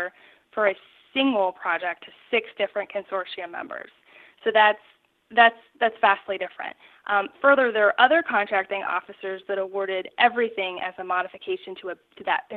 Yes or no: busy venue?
no